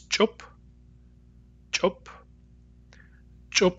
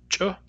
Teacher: The place of C wedge, as we just discussed, is the hard palate. It is a palatal sound. And its manner is affricate.